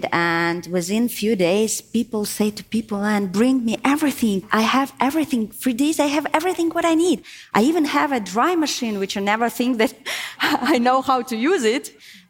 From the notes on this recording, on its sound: Live from AJC Global Forum 2023. Recorded live at AJC Global Forum 2023.